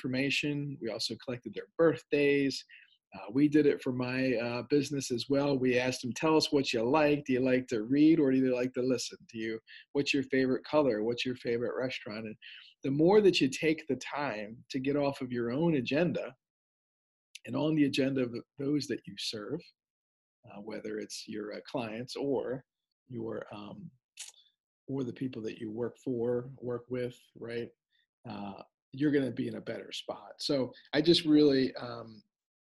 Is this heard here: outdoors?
no